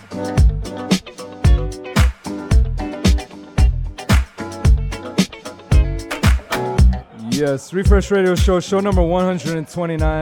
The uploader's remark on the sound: Originally broadcast live on March 21, 2019 from the storefront of Kinfolk 90 in Williamsburg, Brooklyn, New York City. Broadcast live on WAXX.fm.